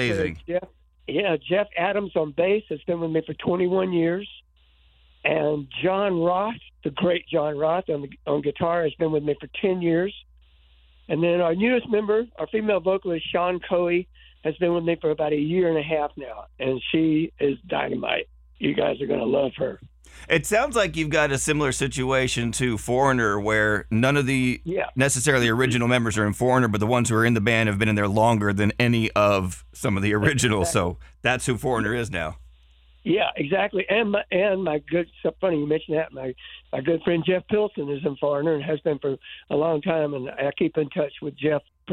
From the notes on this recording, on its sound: called